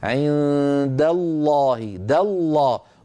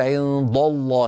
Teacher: عند الله دالله، ولا تقول عند الله، لا تفخم الدال بسبب مجاورتها للفظ الجلالة · Shown in: first take